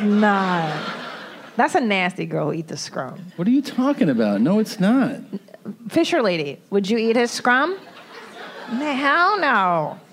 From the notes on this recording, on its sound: Live From Irvine. Here we have the last live show we did at the Irvine Improv.